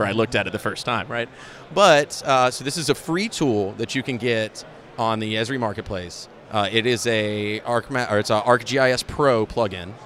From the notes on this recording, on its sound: Interview from Esri GeoConX Conference 2019. We are live at the Esri GeoConX Conference 2019 which was an amazing event.